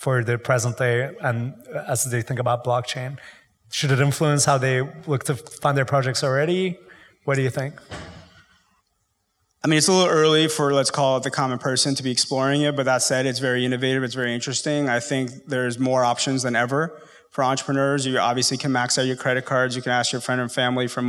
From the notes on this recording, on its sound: IVY hosted a live conversation